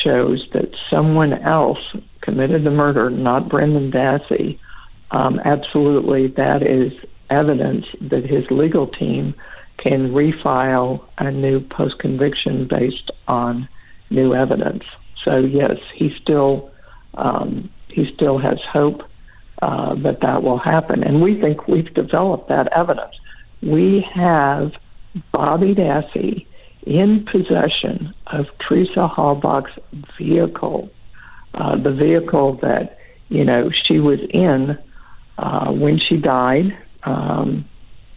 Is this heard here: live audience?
no